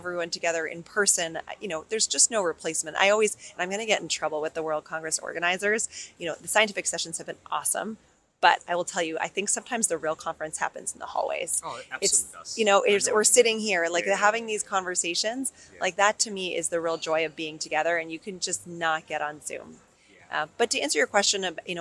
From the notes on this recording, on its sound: World Congress of Dermatology 2023. This episode of Spot Diagnosis was recorded live at the World Congress of Dermatology in July 2023.